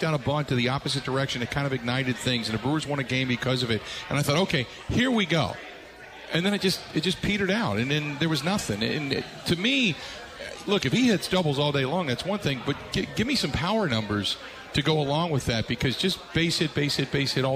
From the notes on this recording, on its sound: live at Steny's